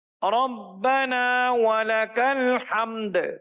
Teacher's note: آخر میں دال ساکن میں میم کو ظاہر کرتے ہوئے پھر دال ساکن میں قلقلہ ہم ادا کریں گے